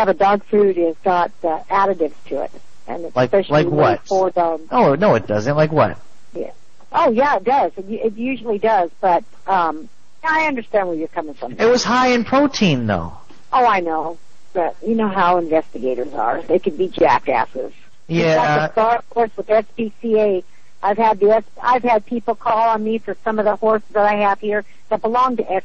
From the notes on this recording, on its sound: Prank Phone Calls